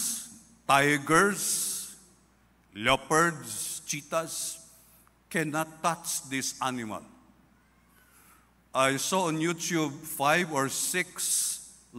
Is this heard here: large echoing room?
yes